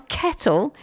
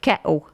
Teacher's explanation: You've got to miss the T's out in the middle, remember. You've got to do your glottal stop. · Shown in: second take · So it's not a kettle, it's a kettle.